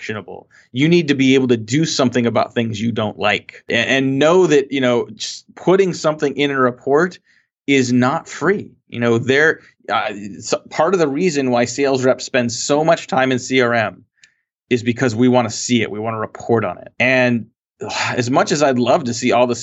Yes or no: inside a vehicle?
no